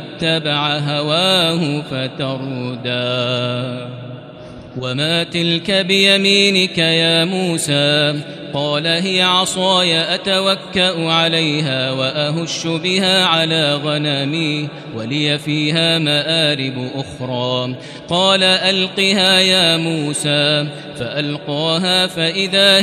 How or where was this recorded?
large echoing room